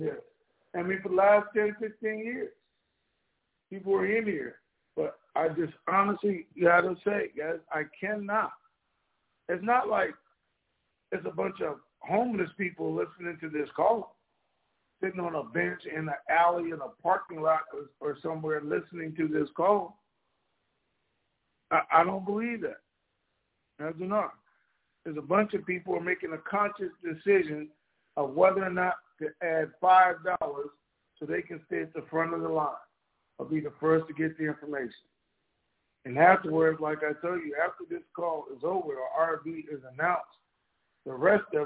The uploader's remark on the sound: TNTSuperfantastic Conference Call